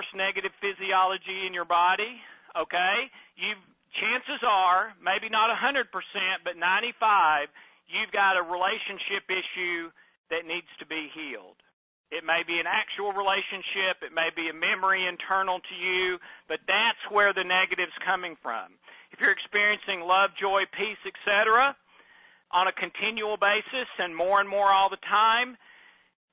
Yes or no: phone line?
yes